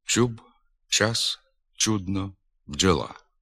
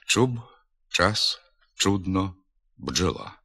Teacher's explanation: Для частини слобожанських говорів, північна частина Східної України, властиве незначне пом'якшення звуків «ч» та «дж». · Shown in: first take